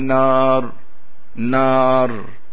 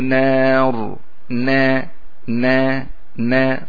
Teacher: فنونه أرق، يعني نازلة مستفلة · Shown in: second take · البعض يقول لم تمسسه نار، نار، لا، لم تمسسه نار، نا، نا، نا، صفية، واللسان نازل لأسفل.